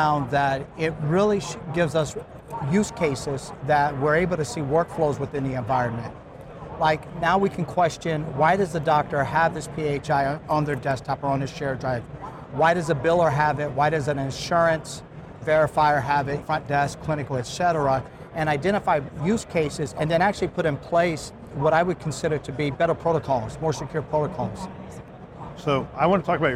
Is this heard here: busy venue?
yes